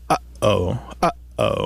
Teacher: we do this glottal stop. We kind of restrict the airflow in the back of our throat.